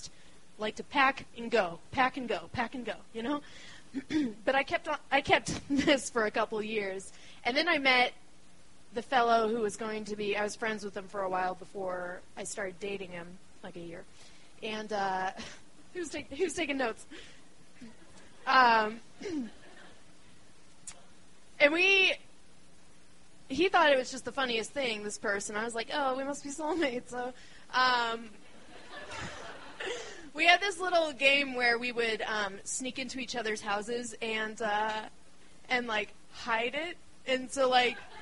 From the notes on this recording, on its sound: The show was recorded on December 20, 2012 in the roiling and crowded belly of Denver, Colorado's beloved Deer Pile community space.